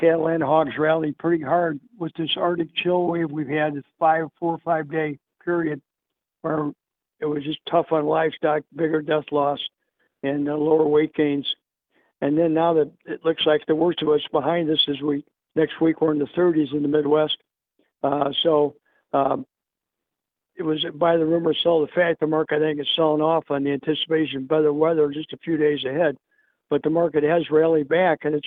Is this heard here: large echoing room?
no